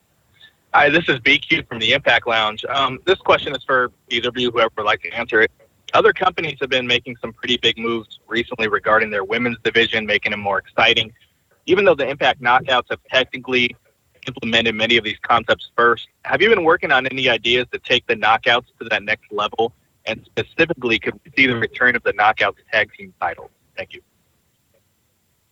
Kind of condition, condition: link, phone line